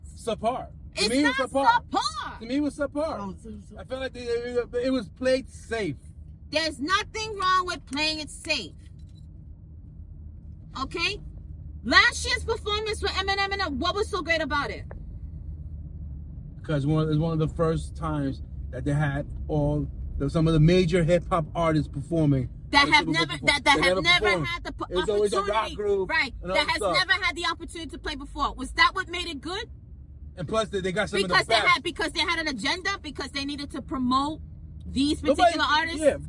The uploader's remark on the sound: Welcome to School Commute Convos where we have conversations about random topics while driving our children to school.